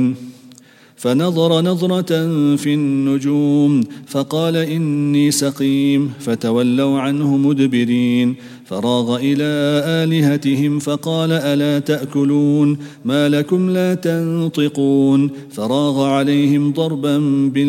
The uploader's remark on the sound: at the Houghton Masjid (West Street)